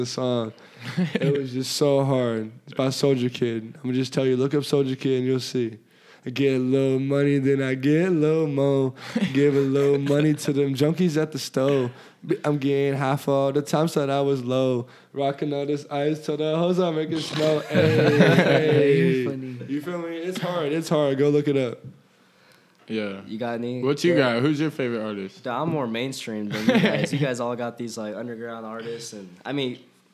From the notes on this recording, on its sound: In front of a live audience